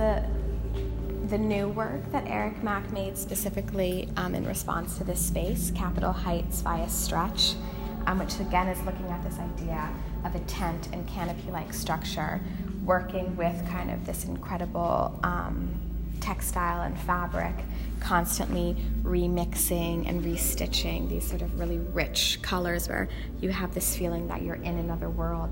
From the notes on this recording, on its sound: At the Serpentine Galleries. In this episode, we get a walking tour.